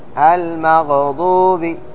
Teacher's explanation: وكذلك أمر بالحرص على إظهار السكون في النون من أنعمت، والغين من المغضوب، فإن كثيرا من القراء يحرك الغين وهذا خطأ، يعني يقول المغضوب خطأ، المغضوب يحرك الغين وهذا خطأ منهي عنه · Term: تحريك الغين